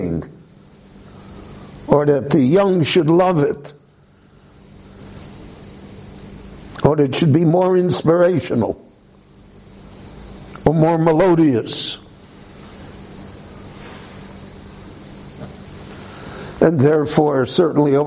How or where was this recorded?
large echoing room